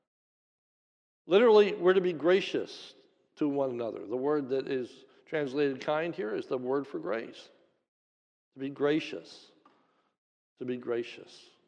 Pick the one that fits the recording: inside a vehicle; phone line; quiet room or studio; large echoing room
large echoing room